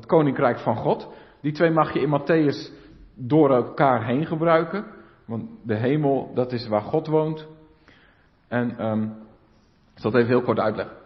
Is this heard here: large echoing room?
yes